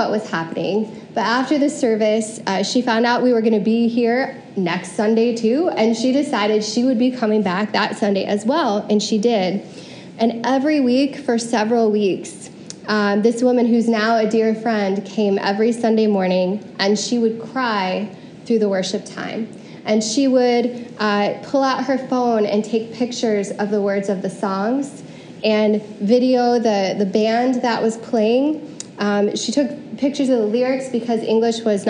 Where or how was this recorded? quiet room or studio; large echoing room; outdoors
large echoing room